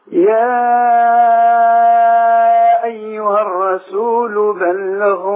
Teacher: هذه الغين مفخمة تفخيما نسبيا